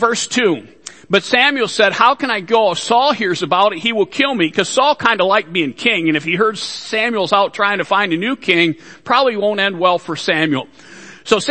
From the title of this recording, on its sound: Worship Service